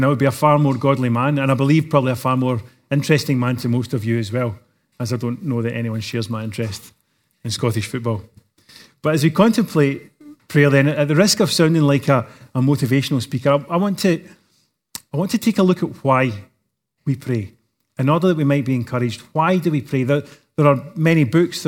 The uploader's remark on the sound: recorded live at Grace Community Bible Church